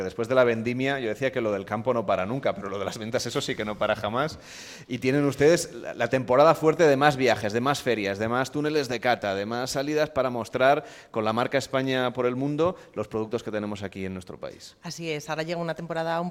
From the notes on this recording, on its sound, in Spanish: En directo desde El Provencio, en la provincia de Cuenca, el equipo de Gente viajera se suma a la Fiesta de la Vendimia.